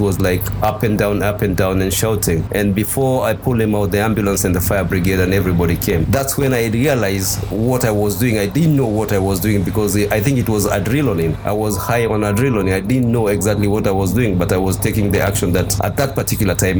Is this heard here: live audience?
no